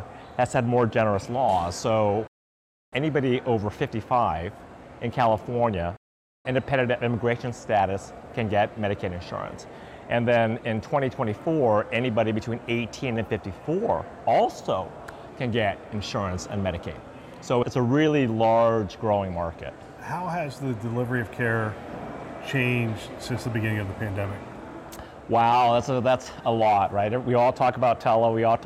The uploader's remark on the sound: an Interview in Action live from CHIME’s Fall Forum